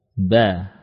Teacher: Kalau kita panjangkan suara harokat tadi, maka muncul alifnya. Ba. Kalau kita panjangkan, muncul alif.